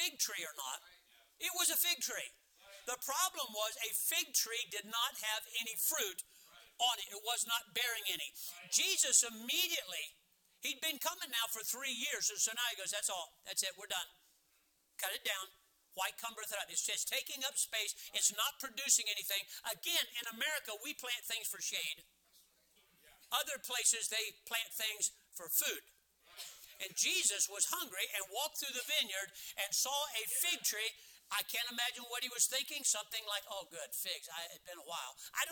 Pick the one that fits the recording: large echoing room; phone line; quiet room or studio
large echoing room